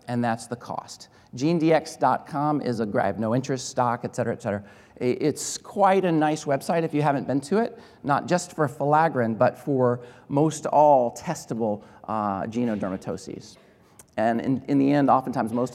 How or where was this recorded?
large echoing room